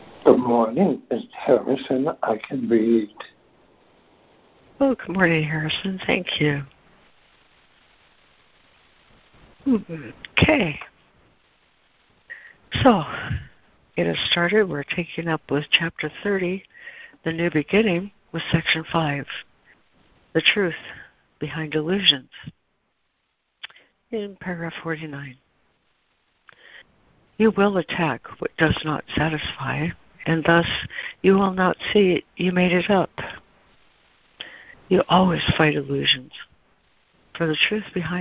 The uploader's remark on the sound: ACIM Daily Conference Call